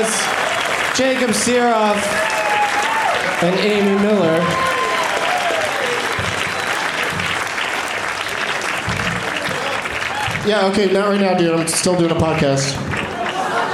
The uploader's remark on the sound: Live from Cobb's Comedy Club in San Francisco